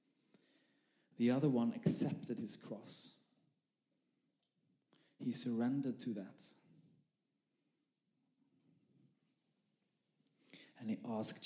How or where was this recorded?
live audience